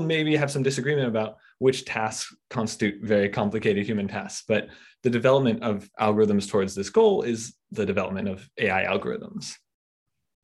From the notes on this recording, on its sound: This podcast is a recording of a Babel webinar